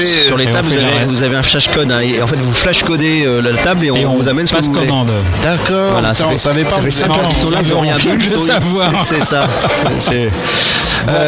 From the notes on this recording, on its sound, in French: C'est le dernier podcast de l'émission que nous avons réalisée en direct du Dock B, lors de la remise du chèque de 25 105,90 euros.